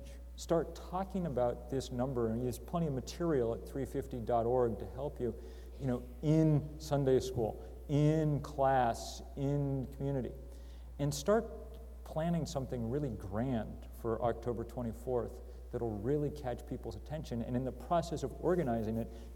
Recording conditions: live audience